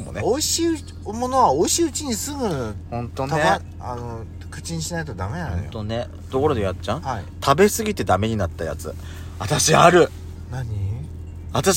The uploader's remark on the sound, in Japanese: パーキング収録